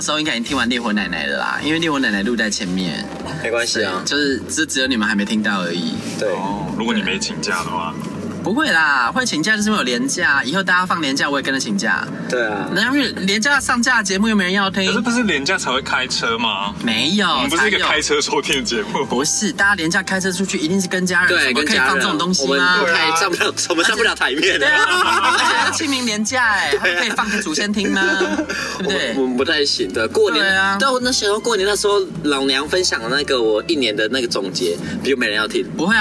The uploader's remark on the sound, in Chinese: 開車錄音